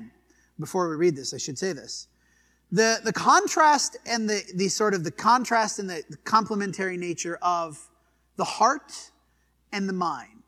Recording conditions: large echoing room